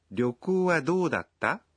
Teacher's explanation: Trata-se de uma pergunta, por isso, essa sentença é pronunciada com uma entonação ascendente.